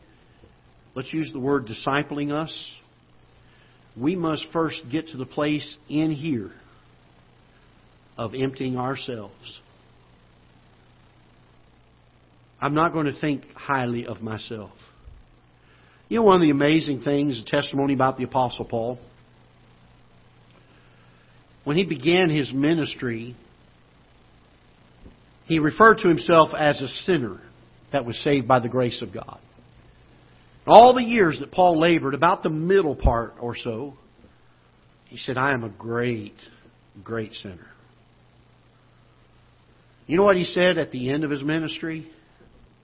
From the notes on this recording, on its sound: Ketha Heights Baptist Church ~ Live Broadcast.